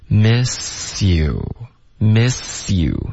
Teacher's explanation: miss 跟 you 会连着说，这个思跟 you 连读，missyou，miss you 有一个 siu 的这个音